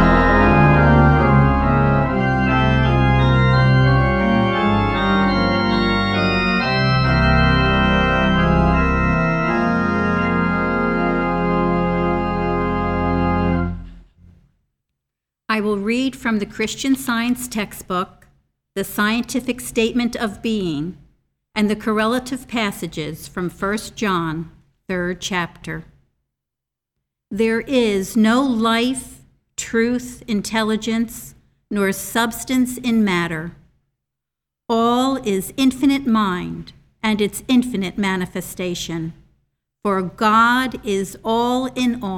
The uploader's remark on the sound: The Sunday service audio